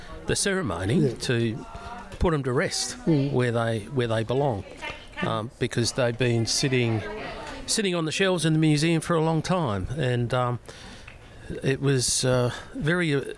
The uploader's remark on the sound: The podcast, available via the link in our bio, contains on-site interviews and recordings of speeches taken from the day of repatriation at Wangayarta.